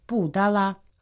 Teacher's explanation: «Пу» произносится в четвертом тоне, «да» во втором тоне, «ла» в первом тоне.